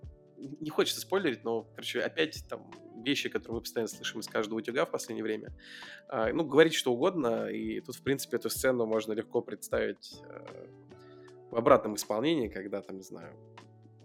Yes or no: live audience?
no